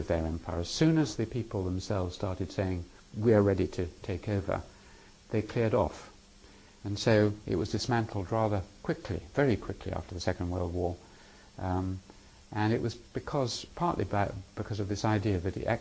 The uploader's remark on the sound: These lectures were given in November 2001 in the Department of Social Anthropology, University of Cambridge. They were part of a course on theory and methods in anthropology designed for second year social anthropology undergraduates.